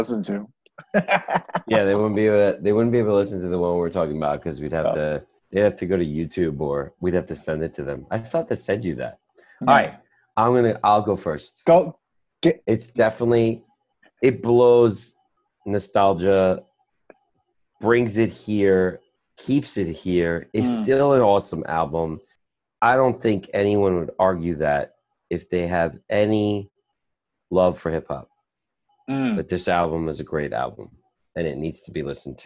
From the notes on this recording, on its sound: We recorded this on August 3rd, 2020 on Zoom so there are small sound discrepancies due to Hurricane Isaias coming in towards NYC.